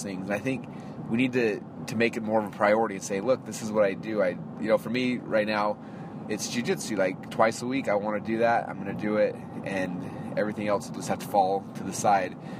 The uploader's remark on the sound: On His Way To Jujitsu. I am doing a special Marketing in Your Car from inside the Mommy Mobile. I am actually driving right now to Jiu Jitsu.